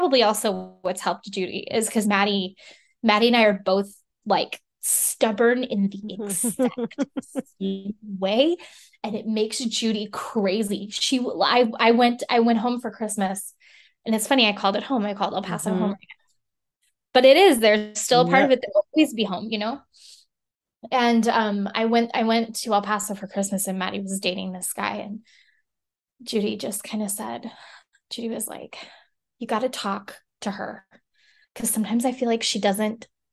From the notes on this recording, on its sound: This podcast was recorded via Zoom.